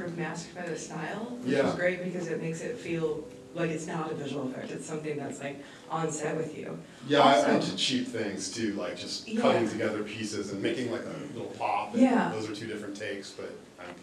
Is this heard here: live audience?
yes